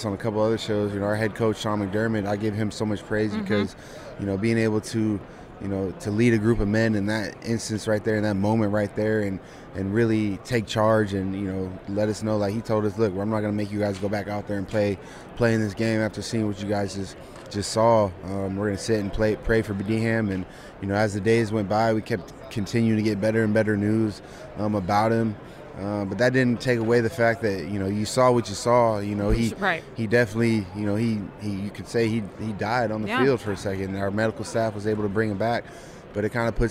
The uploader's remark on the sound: live from Super Bowl LVII Radio Row